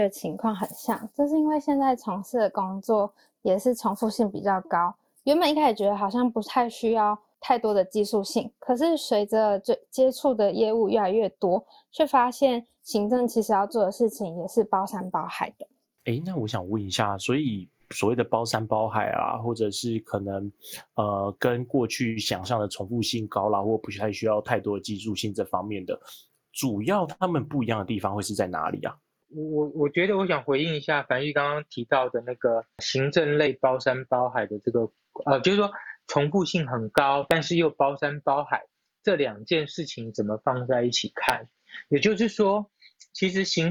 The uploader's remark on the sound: Live on Clubhouse